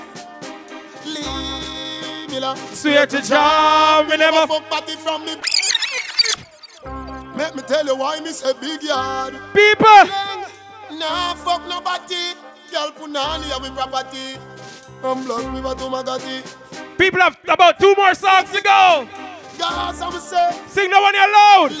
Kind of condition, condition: setting, live audience